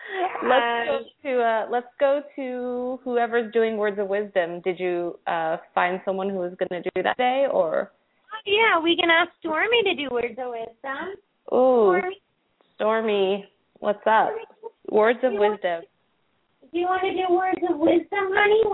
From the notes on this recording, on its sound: open up the lines for listeners to call